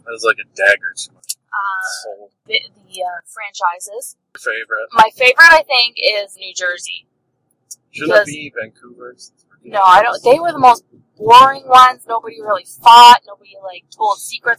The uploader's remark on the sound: Apologies for the audio quality! When I record these by myself it is for some reason much more easy to get the audio sounding at least half way decent...